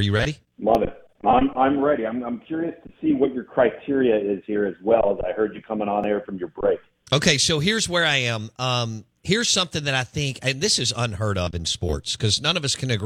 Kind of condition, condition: link, phone line